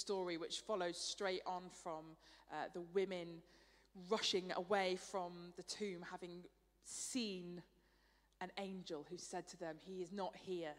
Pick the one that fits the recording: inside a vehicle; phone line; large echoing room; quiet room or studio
large echoing room